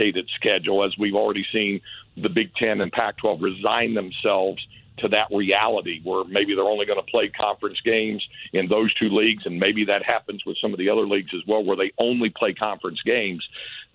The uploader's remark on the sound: hop on the phone